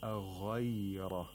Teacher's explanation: We use the root of the tongue or we could say the top part of the throat which is called أدنى الحلق، the closest part to the mouth, the throat, which is the closest part to the mouth, okay? · Term: غين